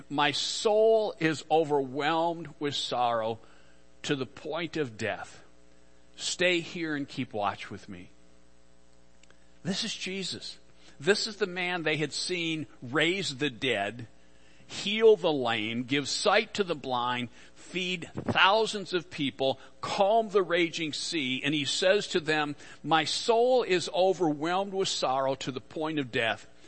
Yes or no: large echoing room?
yes